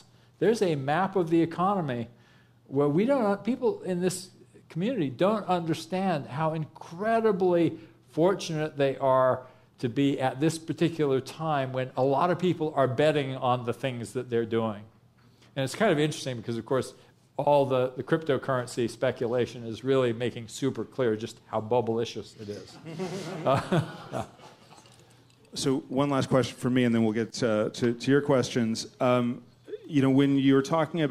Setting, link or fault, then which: setting, busy venue